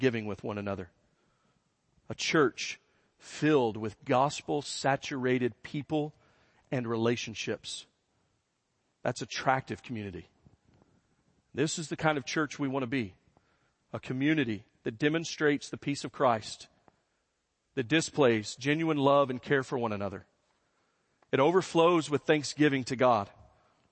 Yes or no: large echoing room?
yes